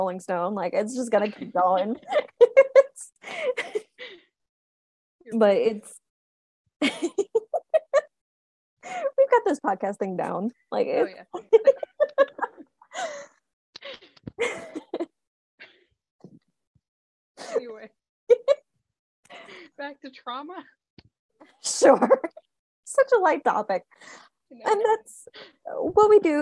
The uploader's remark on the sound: Recorded this using Zoom again, so audio may not be of the best quality, but they assure you it was the best option they could find for free.